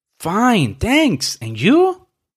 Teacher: Observe la entonación creciente en, en you.